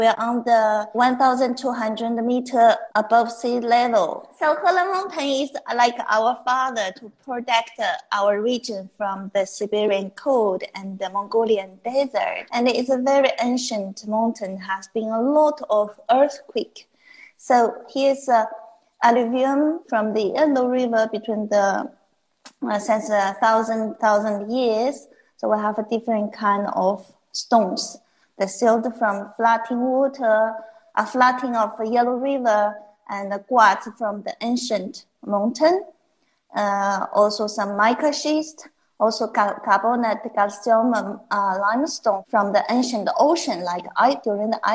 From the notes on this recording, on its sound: recorded on instalive during the pandemic